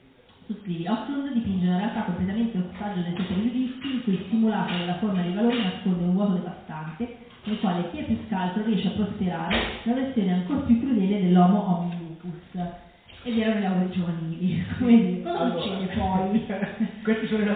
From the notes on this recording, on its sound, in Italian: Registrata live al Joshua Blues Club di Como. Ci scusiamo per la qualità dell'audio, ma è una sorta di bootleg della serata.